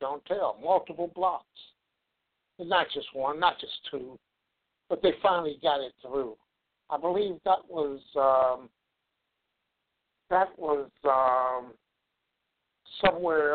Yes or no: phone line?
yes